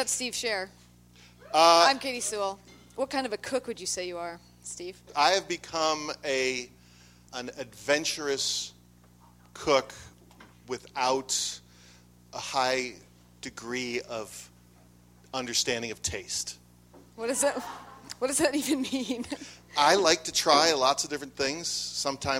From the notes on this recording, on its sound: Taped before a live studio audience at Cafe Nordo in Seattle.